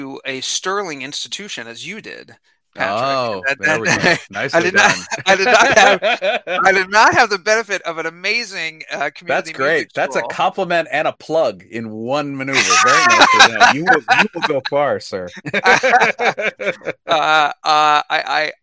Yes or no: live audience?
no